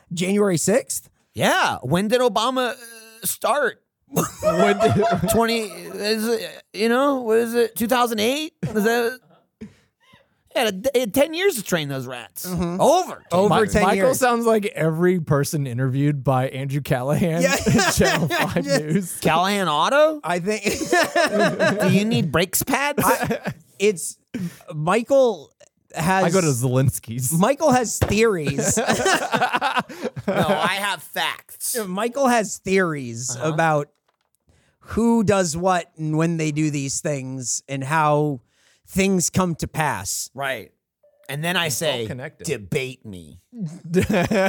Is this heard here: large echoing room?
no